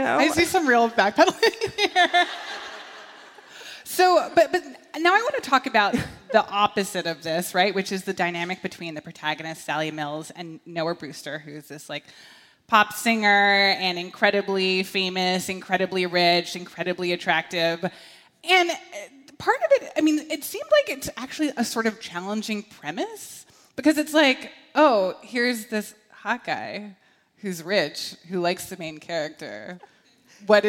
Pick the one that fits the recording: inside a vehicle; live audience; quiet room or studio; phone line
live audience